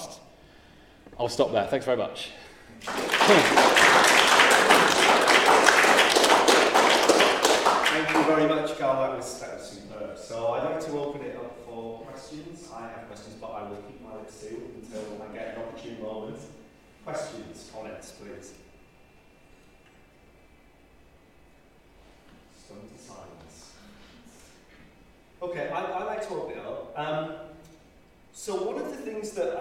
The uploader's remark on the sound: This O3C Seminar Series event was recorded March 15, 2019, at Loughborough University